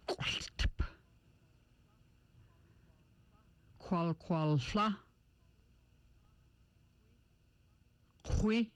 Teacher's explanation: The QW sound is made by rounding the lips with the tongue almost touching back of mouth, stopping the air, then releasing. The Q sound with the lips rounded.